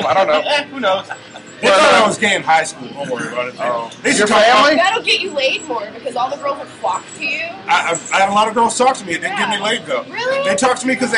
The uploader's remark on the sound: This episode is fairly out of control, since it takes place in a bar. Recording live from the Naughty or Nice Christmas Show at the Twist of Lime.